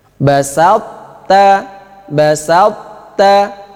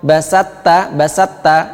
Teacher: sifat itbaknya to masih ada, yaitu dengan cara menempelkan lidah ke langit-langit · Shown in: first take · ditempelkan basalta. · Term: idgham naqis